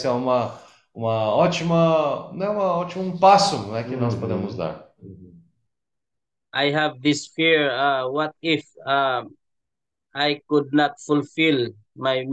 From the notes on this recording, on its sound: Zoom meeting.